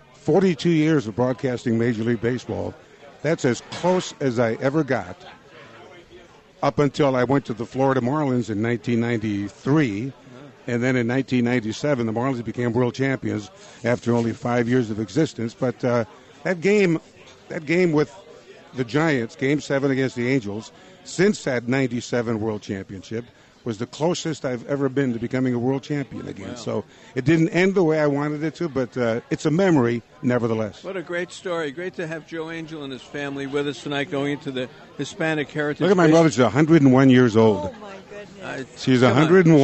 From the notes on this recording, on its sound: Talkin’ Baseball LIVE at the Public House